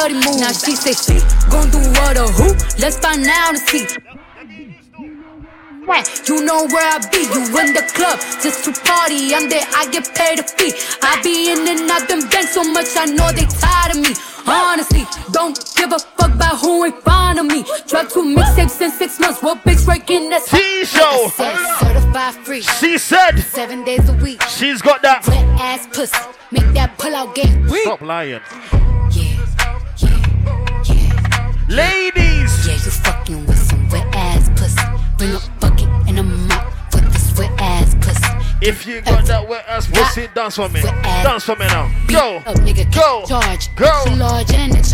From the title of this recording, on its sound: LIVE HIPHOP SET AT 21DEGREES EVENT